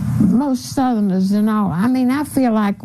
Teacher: she's R-less. Okay, so she doesn't pronounce her R's. So, for example, for four, she'll say full and so forth.